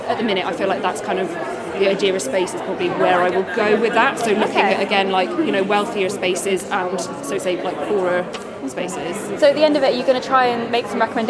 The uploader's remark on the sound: We bring you to the South West research conference at University of West England